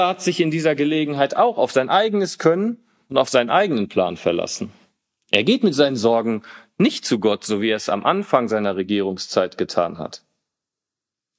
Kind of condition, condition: setting, large echoing room